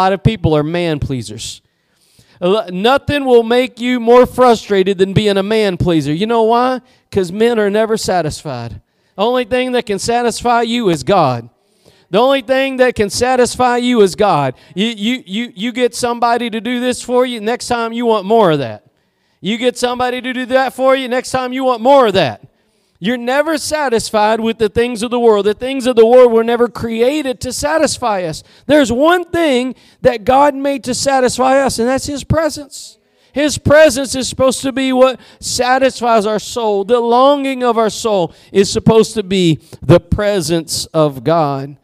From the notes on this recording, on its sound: Preached at Gospel Lighthouse in Bossier City, La.